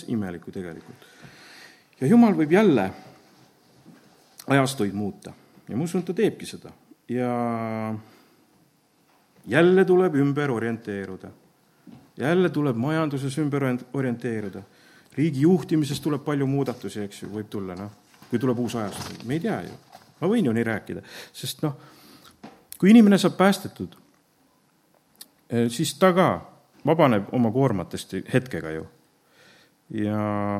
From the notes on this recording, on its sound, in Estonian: Audio salvestus koosolekult